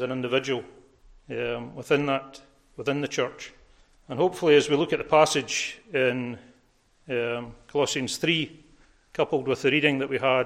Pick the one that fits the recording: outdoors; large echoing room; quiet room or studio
large echoing room